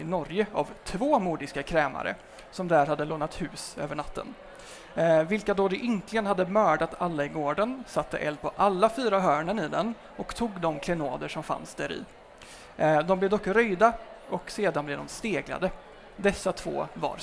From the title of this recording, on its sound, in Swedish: Live på Bokmässan